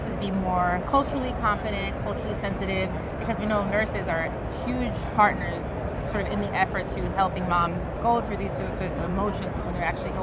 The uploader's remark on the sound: It’s an Interview in Action live from HLTH ‘22.